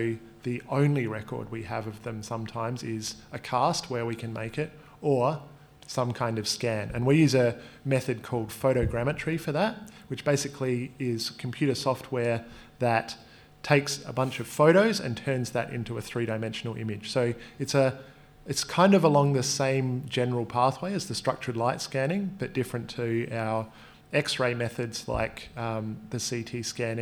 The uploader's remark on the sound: In another episode recorded live during the Palaeo Jam National Science Week tour.